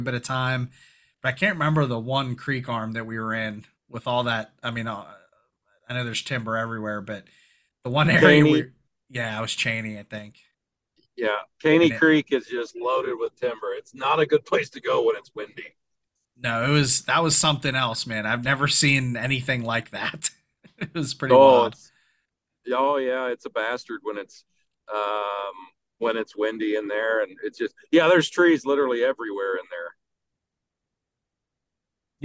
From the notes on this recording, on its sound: While he drives home from the Milwaukee Musky Expo.